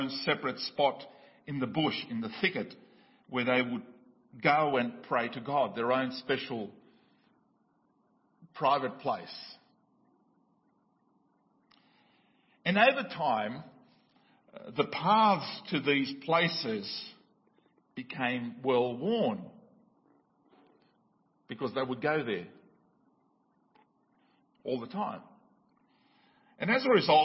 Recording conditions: large echoing room